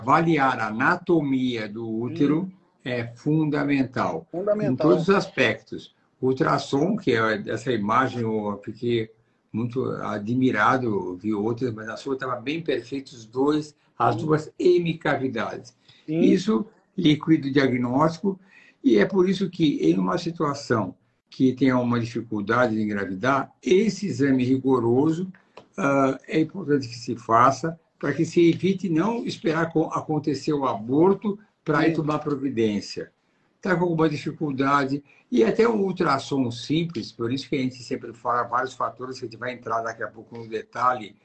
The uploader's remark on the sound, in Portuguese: Nesta Live realizada pelo Instagram